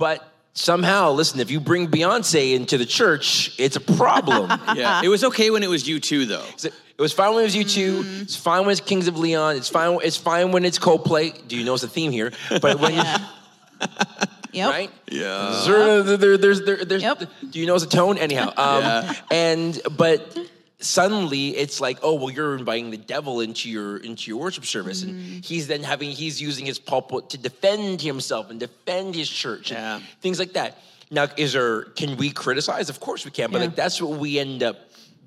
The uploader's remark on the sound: a special LIVE recording of There Must Be More